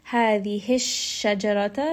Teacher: sheen is going to have tafashi, meaning that that sound is kind of spreading within the mouth just a little bit. Ha, the hish shajarata, ra here is going to be heavy because it has a fatha.